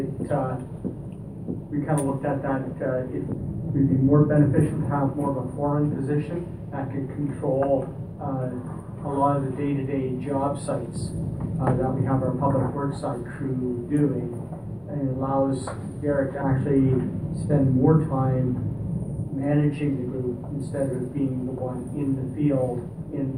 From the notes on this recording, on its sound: Audio recording of the December 10, 2018 Regular Meeting of Peace River's Town Council.